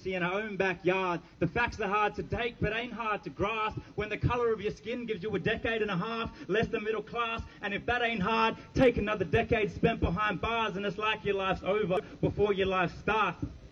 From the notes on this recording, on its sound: Live reporting from the March 13 rally against the proposed forced closure of remote Indigenous communities in WA. Includes interviews, speechs, and some general recording of the protest.